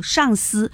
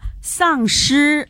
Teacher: 那个就要读上司，就是平舌音，这个丧失，就是。读翘舌音